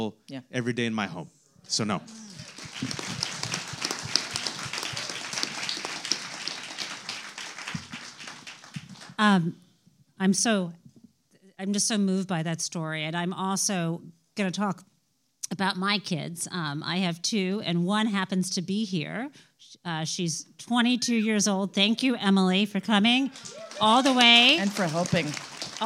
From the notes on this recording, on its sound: Live in Los Angeles. Live to the stage in Los Angeles.